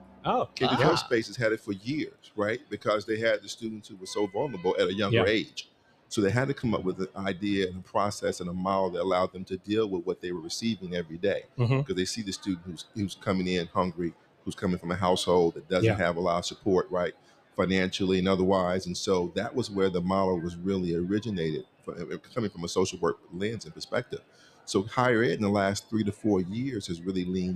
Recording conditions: busy venue